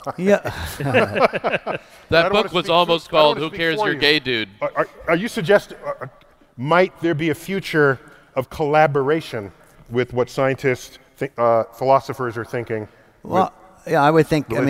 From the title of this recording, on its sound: StarTalk Live! at Kings Theatre